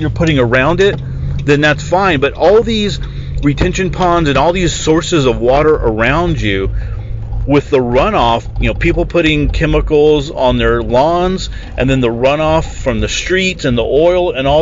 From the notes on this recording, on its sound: The Ready Your Future Podcast is now recorded in my truck, on the way to work.